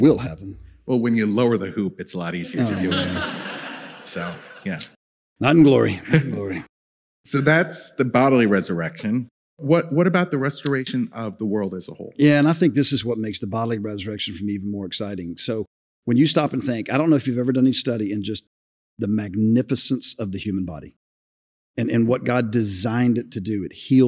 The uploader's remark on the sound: This episode was recorded live at our Night of Worship in Jan.